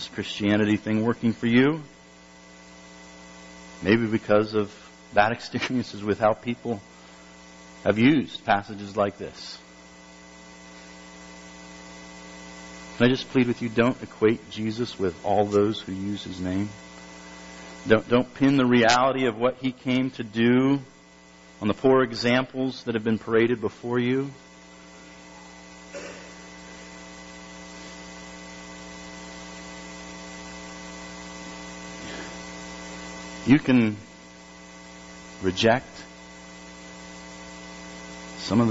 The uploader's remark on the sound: Due to some technical difficulties, the recording quality is rather poor.